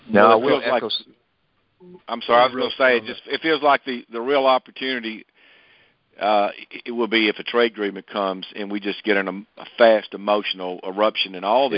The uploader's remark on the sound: Monthly Conference Call